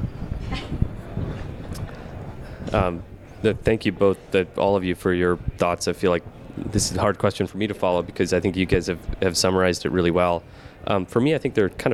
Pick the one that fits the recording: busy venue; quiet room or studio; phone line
busy venue